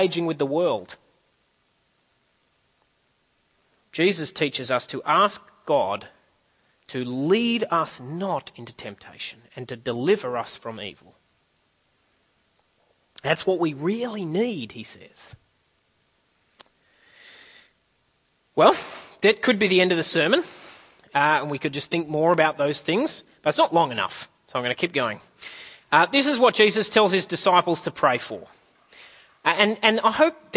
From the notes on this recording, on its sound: At a CIG service.